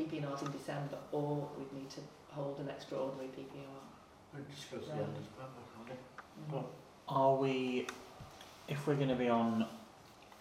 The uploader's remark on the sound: Audio recording of Frodsham Town Council Meeting 3.